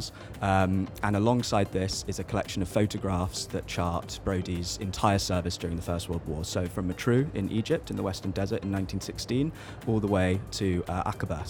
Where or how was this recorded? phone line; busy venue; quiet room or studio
busy venue